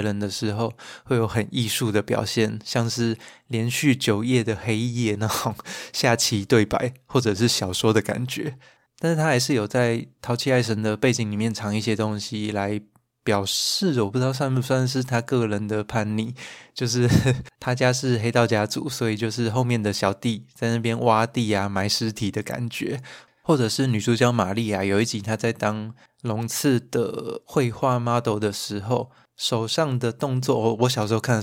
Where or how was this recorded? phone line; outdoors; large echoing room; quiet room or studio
quiet room or studio